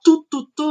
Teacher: o que você está buscando é uma articulação que é oclusiva dental, ou seja, que você vai fechar né, a passagem do ar, você vai é, impedir, bloquear a passagem do ar através da ponta da língua ali que vai se encostar atrás dos dentes superiores, né?